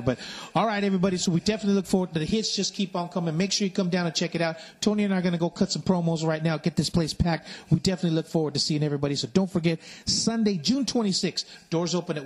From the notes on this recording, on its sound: Live from MetroFlex 2.0 in Hawaiian Gardens.